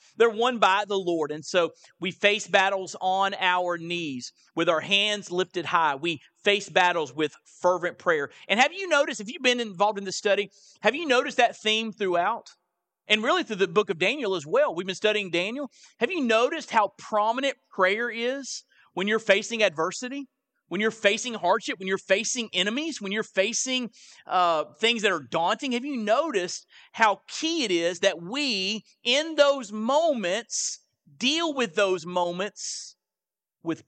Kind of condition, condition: setting, large echoing room